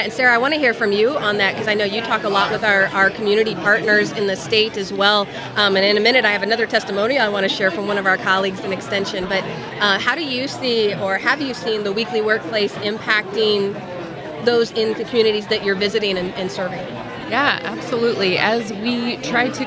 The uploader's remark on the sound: Celebrating 100 at the Missouri State Fair. With a live broadcast at the Missouri State Fair on August 17, 2023. With special guest appearances by colleagues, fans, and one adorable little guy.